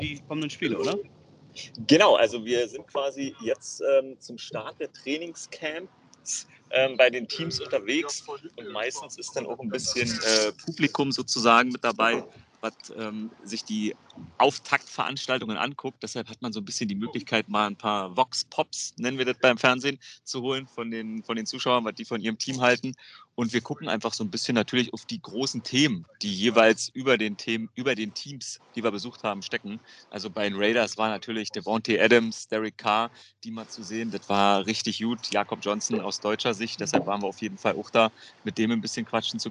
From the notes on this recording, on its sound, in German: Aufzeichnung im Park in Boston.